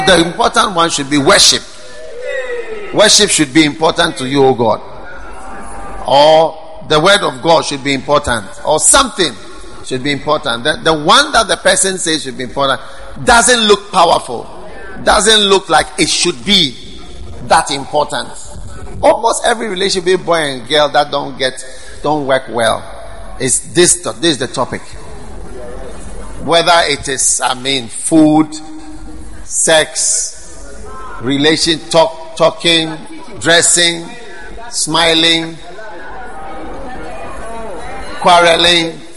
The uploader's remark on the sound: Preached at the First Love Center.